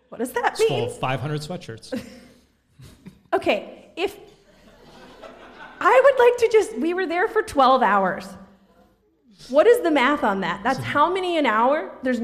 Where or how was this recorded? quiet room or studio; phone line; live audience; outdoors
live audience